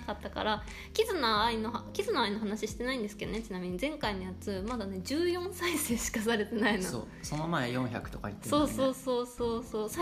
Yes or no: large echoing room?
no